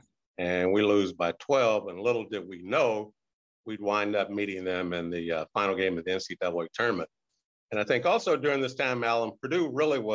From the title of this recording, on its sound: Birthday Zoom